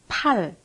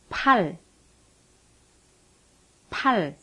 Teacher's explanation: A P with an apostrophe is pronounced like the P in pool, with a strong puff of air.